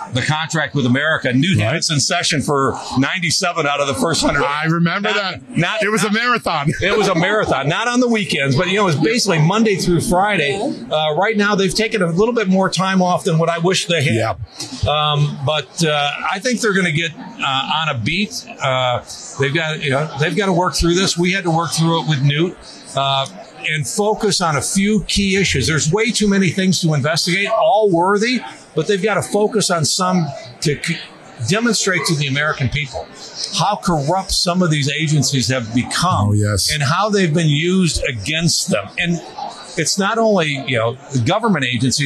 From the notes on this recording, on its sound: Live from CPAC